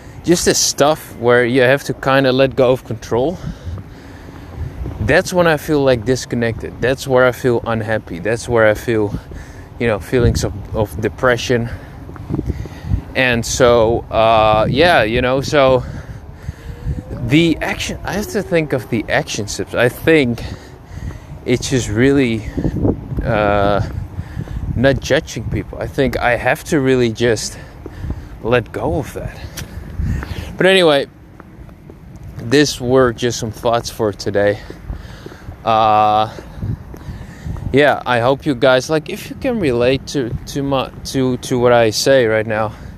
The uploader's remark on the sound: Dropping some thougts while walking.